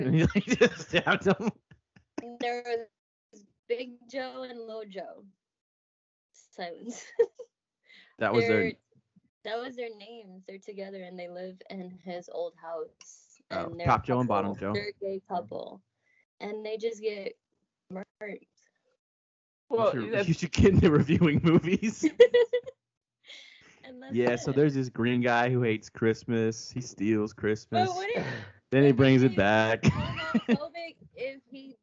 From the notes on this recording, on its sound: The audio isn't great